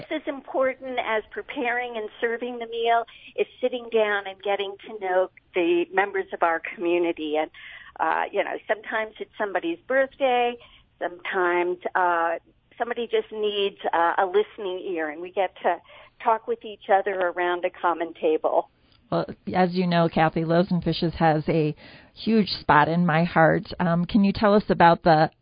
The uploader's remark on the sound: Today we’re opening the phone lines